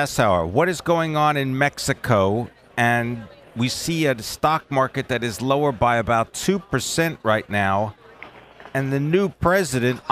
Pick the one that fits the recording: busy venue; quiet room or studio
busy venue